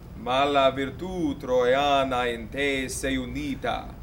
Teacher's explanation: elongate the stress syllable, which is virtù